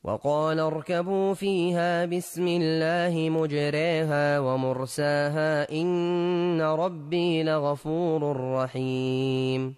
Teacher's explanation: ثم قرأ لأبي عمرو بالإمالة في مجراها